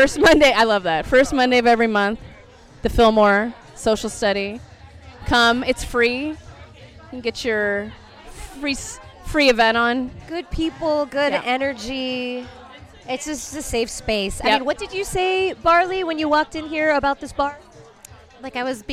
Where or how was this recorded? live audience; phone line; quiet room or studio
live audience